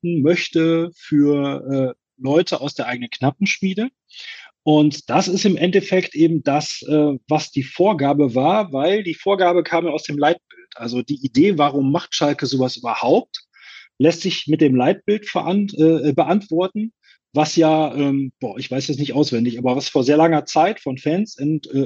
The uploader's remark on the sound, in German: den Live-Zuschauern in unserem Zoom-Raum entwickelte sich eine schöne Diskussion